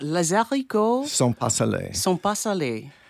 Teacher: saying it quickly, it sounded more like a D than an R